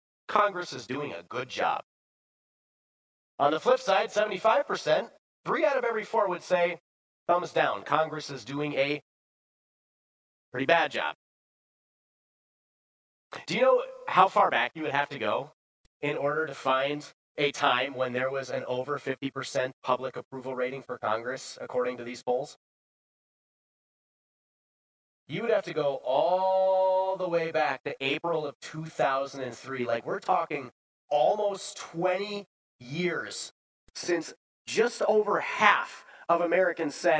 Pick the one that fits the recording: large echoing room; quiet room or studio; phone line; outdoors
large echoing room